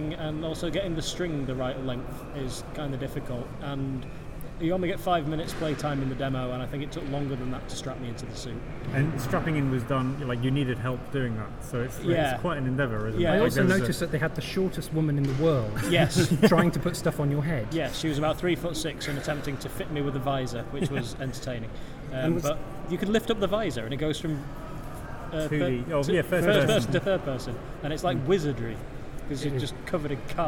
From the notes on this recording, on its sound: A special episode recorded at EGX 2018. Sit around a microphone in what turned out not to be the quietest part of the Birmingham NEC.